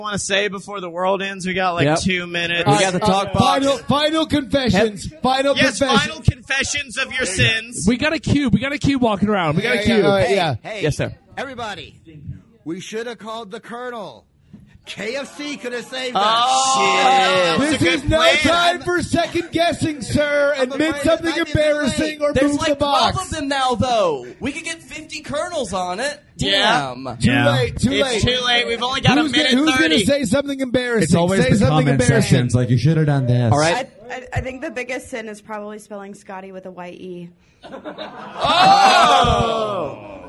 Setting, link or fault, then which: setting, live audience